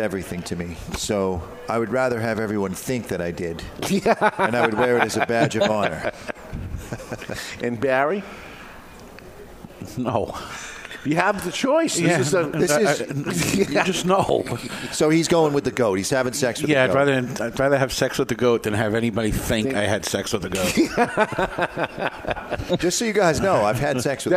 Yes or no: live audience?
yes